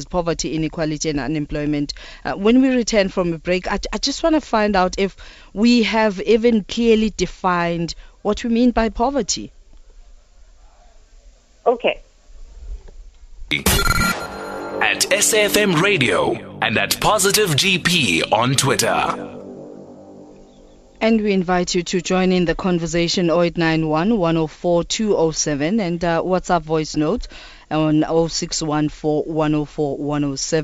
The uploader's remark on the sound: GUESTS (phone)